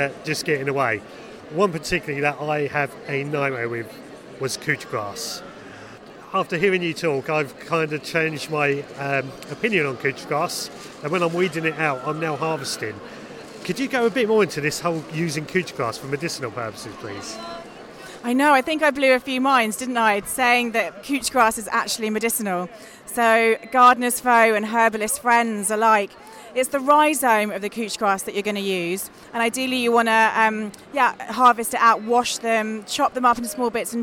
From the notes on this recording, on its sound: I have taken a trip to Seedy Sunday an annual seed swopping event in Brighton. At the heart of Seedy Sunday is the huge seed swap table where seeds are donated and swapped. This year I decided to record some podcast from the event. You can hear me chat to various stall holders and volunteers.